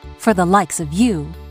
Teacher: likes のスと of のあがつながってさ